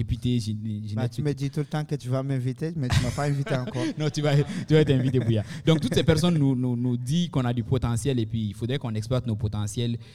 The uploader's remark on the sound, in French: Dans cet épisode enregistré en direct du bar Le Coude, à l’Université de Moncton.